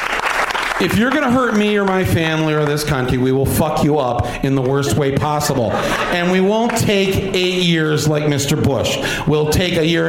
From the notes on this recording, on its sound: Live from Michigan's Traverse City Film Festival